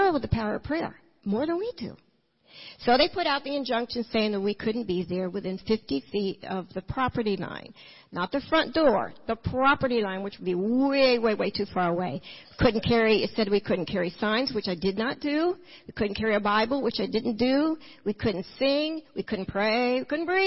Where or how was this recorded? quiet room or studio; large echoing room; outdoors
large echoing room